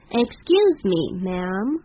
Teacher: ma'am 嘴巴要闭起来，如果不闭起来变成 man · Term: ma'am 嘴巴闭起来